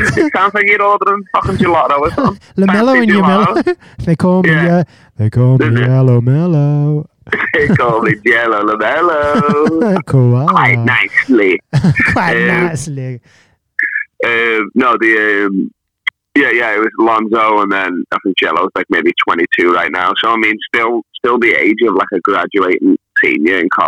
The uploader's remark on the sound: hijacks the episode all the way from Sydney by calling me up